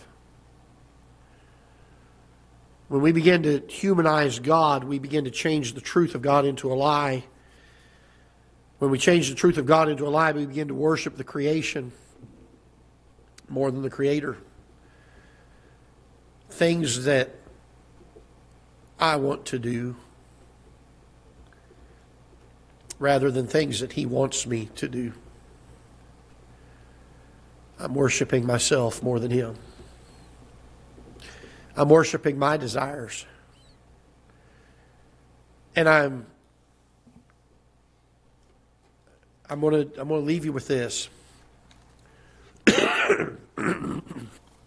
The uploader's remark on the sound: Ketha Heights Baptist Church ~ Live Broadcast